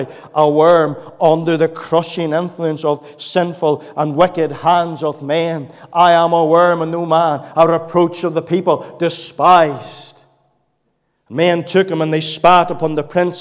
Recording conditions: large echoing room